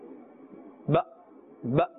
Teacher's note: Can you hear that slight jerking sound? Because the Hamza has a jazm. I mean, the Hamza has a jazm, therefore we will have, or we will pronounce with a slight jerking sound, not too much.